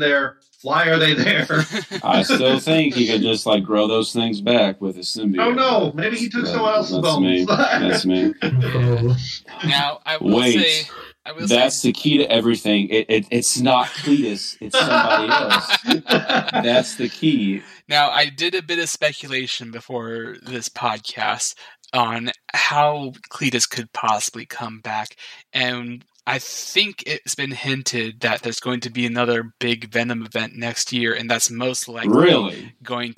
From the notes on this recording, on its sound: Apologies for the poor audio quality. Technical issues with new gear.